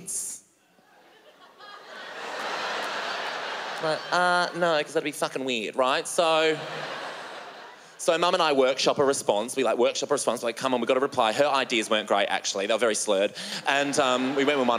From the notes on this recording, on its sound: stand up from the Just For Laughs Festival in 2016